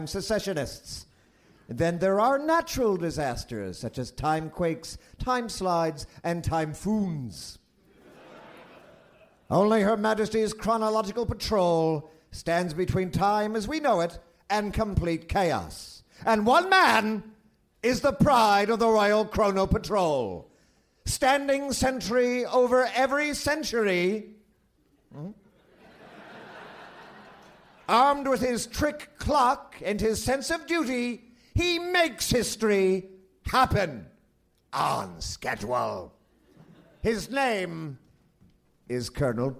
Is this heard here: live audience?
yes